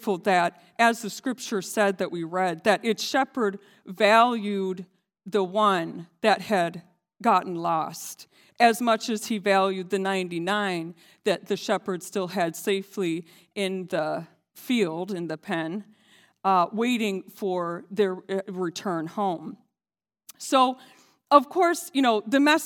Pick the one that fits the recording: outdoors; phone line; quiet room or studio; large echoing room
large echoing room